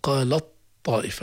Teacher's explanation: التاء مكتوبة لكن لا تنطق لأننا غيرنا التاء أبدلناها إلى طاء وأدغمناها في الطاء، فصار النطق بطاء مشددة · Term: الإدغام